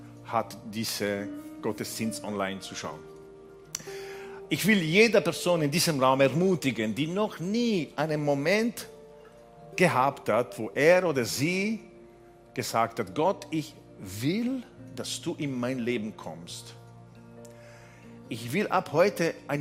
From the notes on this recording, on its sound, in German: Gottesdienst live aus der LIFE Church Wien.